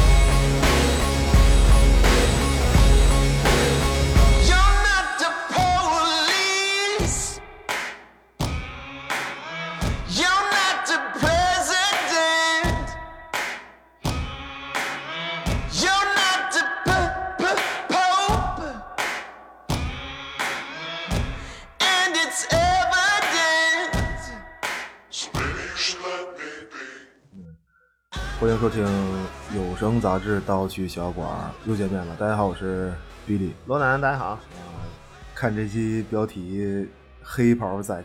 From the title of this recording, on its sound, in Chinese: 大型周年活动现场